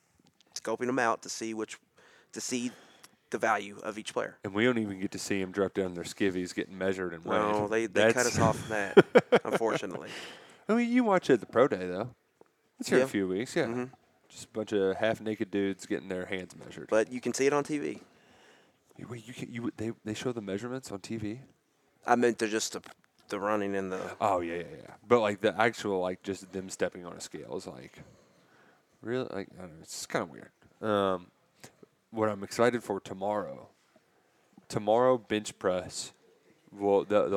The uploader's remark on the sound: Live from the NFL Combine in Indianapolis.